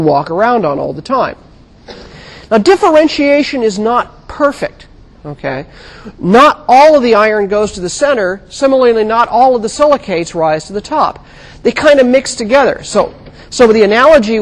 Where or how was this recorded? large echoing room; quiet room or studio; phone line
large echoing room